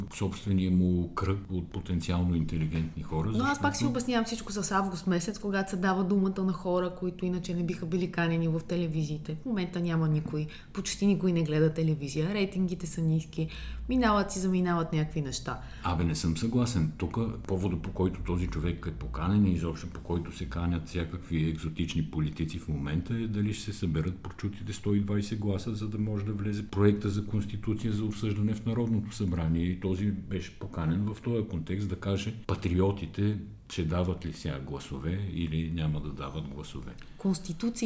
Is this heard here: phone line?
no